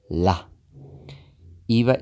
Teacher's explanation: Procure que el sonido se produzca en cada caso al despegar la punta de la lengua, de la encía, no antes, sino cuando despega.